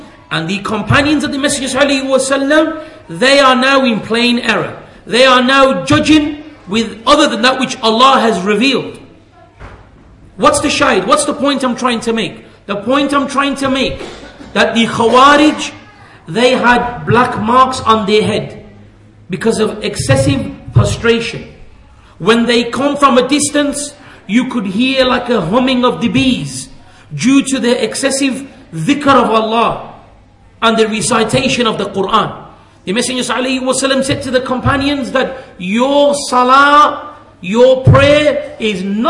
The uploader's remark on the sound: at the Leeds, The Correct Path conference